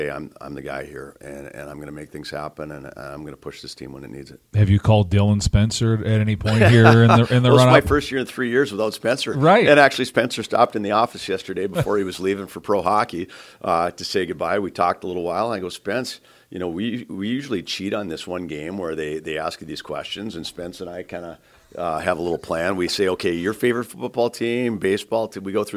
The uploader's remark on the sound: While at NCHC Media Day on Wednesday, we recorded